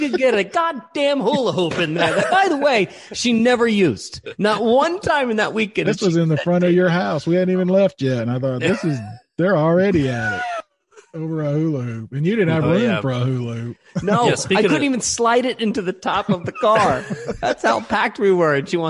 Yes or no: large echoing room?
no